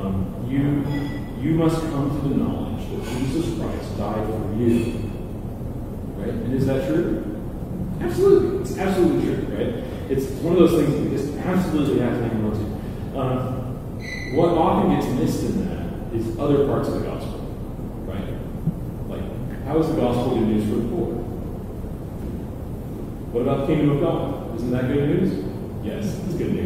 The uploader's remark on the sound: High quality audio begins at 5:30. We apologize for the low quality audio to start the podcast.